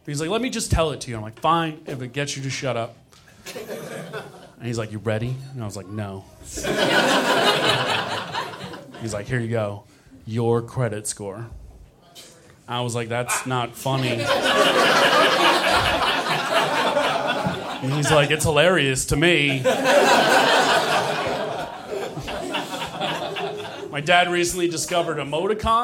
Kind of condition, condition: setting, live audience